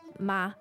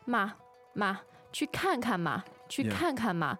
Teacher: So a slightly higher tone, a pitch for the question. · Shown in: first take